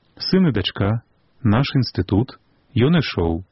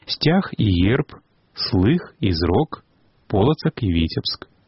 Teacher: Гук «і» змяняецца і пасля бальшыні цвёрдых зычных, супадае з гукам «ы». · Shown in: first take